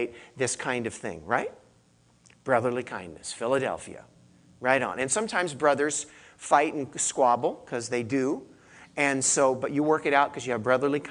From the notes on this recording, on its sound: I gave this message to our church in Santa Cruz